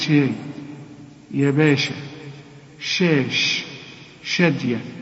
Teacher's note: الشين مرققة دائما، اوعى تخنها، اوعى تفخم الشين